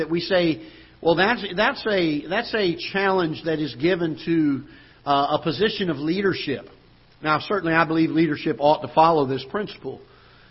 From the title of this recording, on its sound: Ketha Heights Baptist Church ~ Live Broadcast